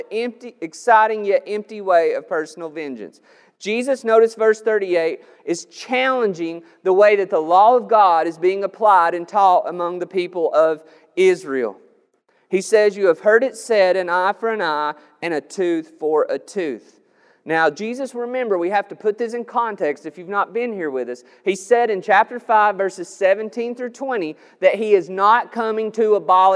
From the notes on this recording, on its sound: This sermon was recorded on May 9th, 2021 at Matthew's Table Church in Cleveland, TN